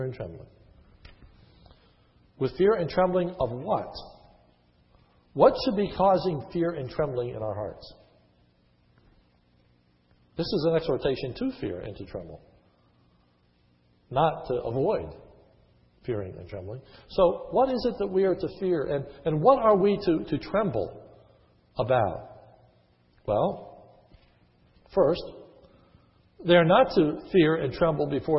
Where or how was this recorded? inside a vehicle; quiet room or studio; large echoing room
large echoing room